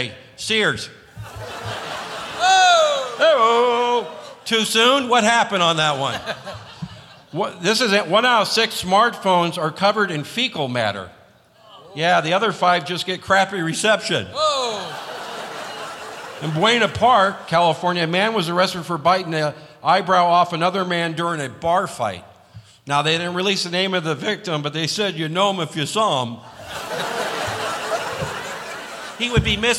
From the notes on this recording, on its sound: Live at the SouthPoint Casino